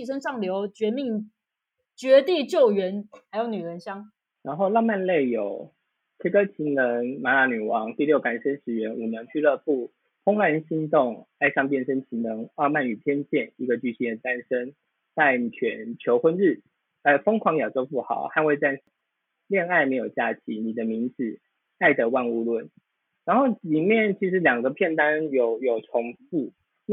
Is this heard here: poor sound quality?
yes